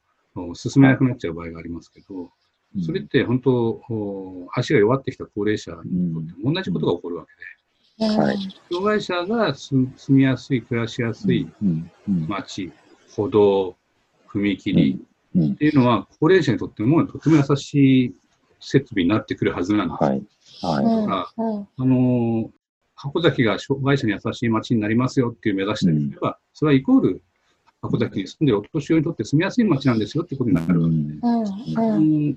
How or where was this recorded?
video call